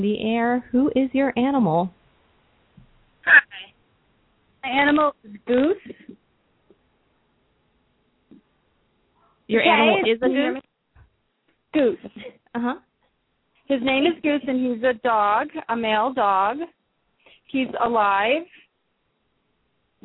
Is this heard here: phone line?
yes